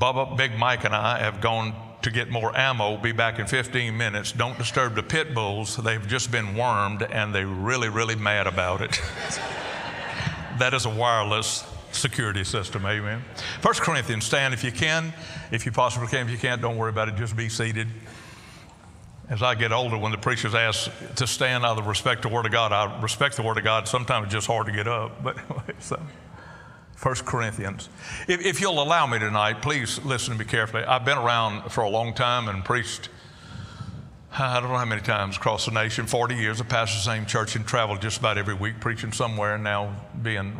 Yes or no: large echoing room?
yes